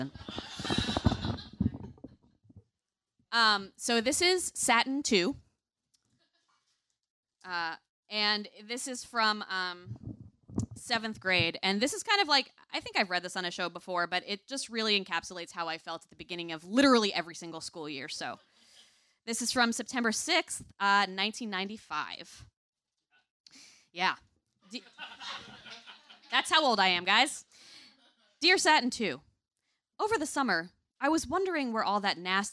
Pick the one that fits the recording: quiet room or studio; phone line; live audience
live audience